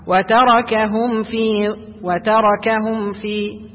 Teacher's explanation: فطريقة النطق هنا نظهر الميم الساكنة من غير غنة ولا وقف على الميم · Term: إظهار شفوي